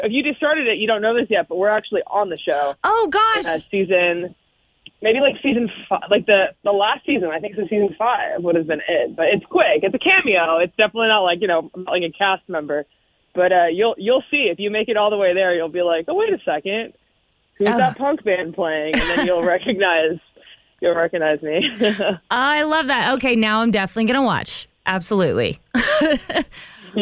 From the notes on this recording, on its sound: called in to chat